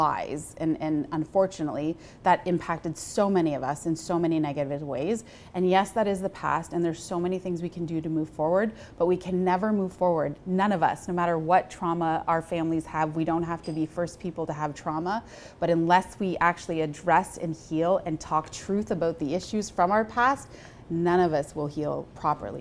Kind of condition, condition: setting, live audience